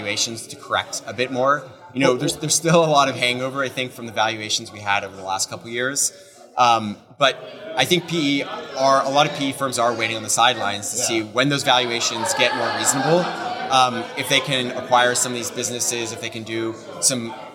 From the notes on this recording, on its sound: This episode was recorded at our recent HousingWire Annual event